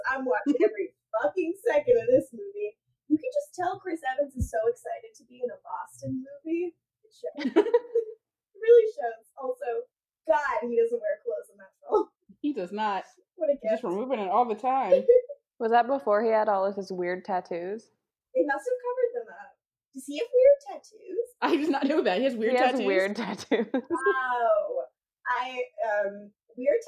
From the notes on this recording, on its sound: AUDIO WARNING*** None of us sound great on this episode, audio-wise. For reasons we all understand and have since fixed.